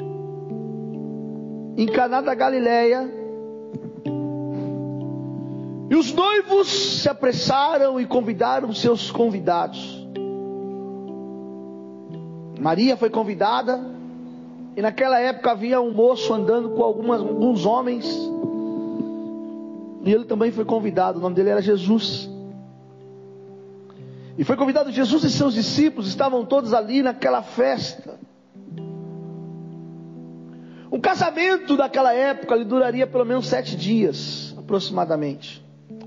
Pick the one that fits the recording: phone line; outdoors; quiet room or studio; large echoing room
large echoing room